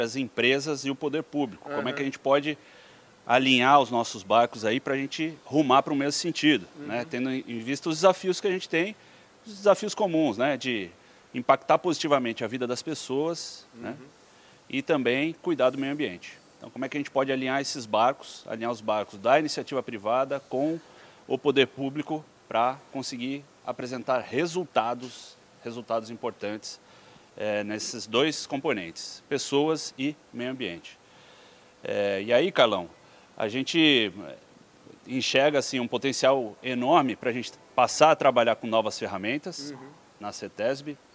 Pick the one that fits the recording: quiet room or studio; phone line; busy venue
busy venue